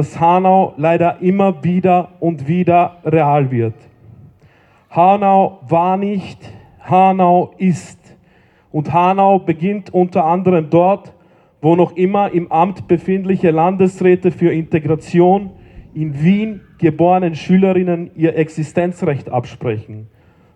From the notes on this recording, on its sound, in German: Hanau-Gedenken in Wien. Ungekürzte Aufnahme der Reden auf der Gedenkveranstaltung.